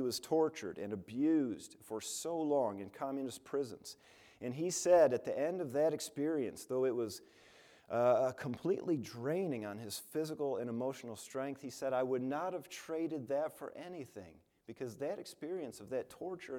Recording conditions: large echoing room